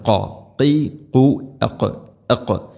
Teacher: കോല ഖാഫ് തൊണ്ടയുടെ മുഗൾ ഭാഗവും കഴിഞ്ഞ് ചെറുനാക്കിൻ്റെ ആ ഒരു ഭാഗമാണ് അതിൻ്റെ മഖ്റജ്. ഖാ ഖീ ഖു അഖ് അഖ്.